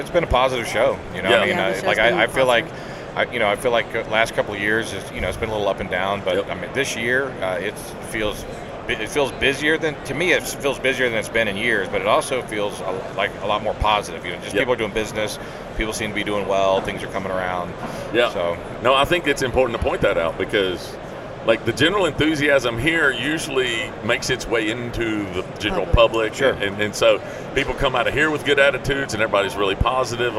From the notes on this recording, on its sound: at SHOT Show 2020 during the Browning Trail Cameras takeover of The Break Podcast